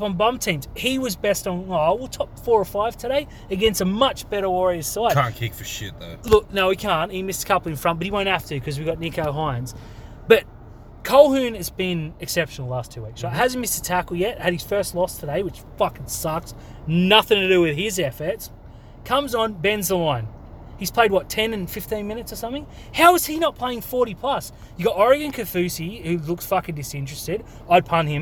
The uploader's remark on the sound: sit in the car and yell for half an hour